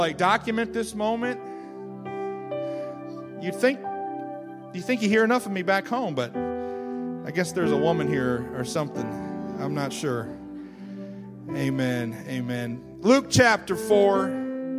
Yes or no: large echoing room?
yes